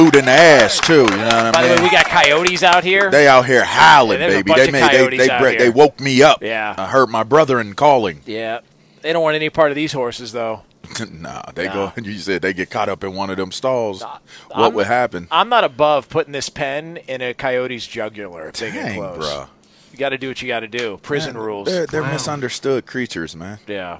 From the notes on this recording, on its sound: LIVE from Santa Anita Park for the Breeder's Cup.